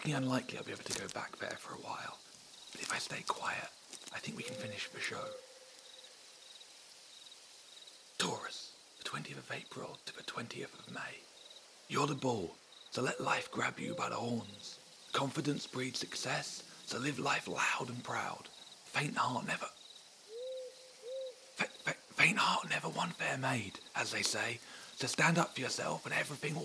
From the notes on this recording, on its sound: Recorded live under the night sky, with predictions made as the stars swirl overhead. It was a late night.